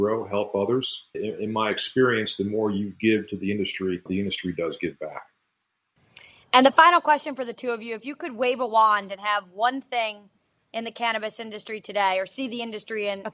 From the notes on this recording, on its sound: Recorded on Squadcast